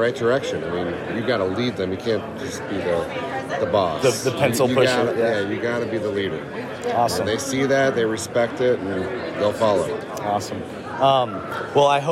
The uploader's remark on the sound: Sounds of the Rally. Live reactions from the Rally! Short interview clips of Dominoids from around the world!